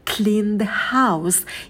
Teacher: И в слове house очень легкий звук х, это ваше дыхание.